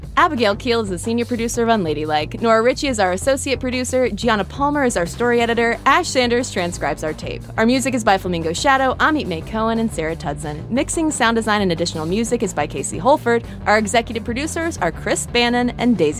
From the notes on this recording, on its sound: Live from the Bentonville Film Festival